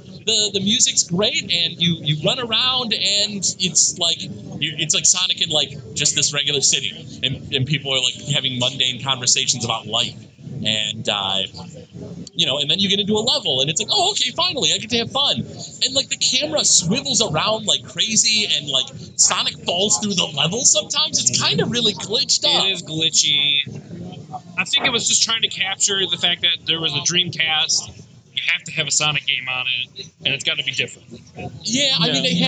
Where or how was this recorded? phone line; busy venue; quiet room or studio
busy venue